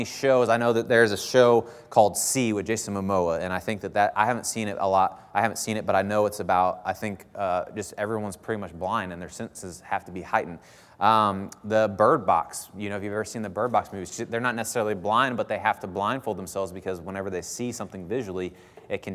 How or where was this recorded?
large echoing room